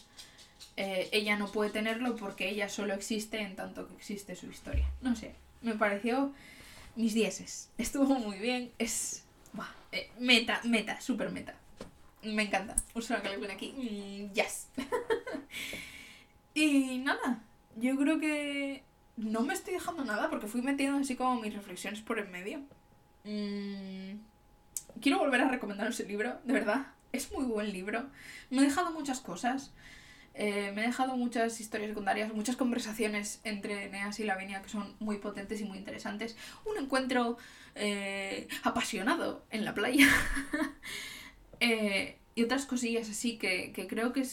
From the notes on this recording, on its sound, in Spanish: Como siempre, oireis ruidos de fondo, probablemente algún timbre, patitas, una puerta o cosas por el estilo. No edito el audio, espero que no os importe.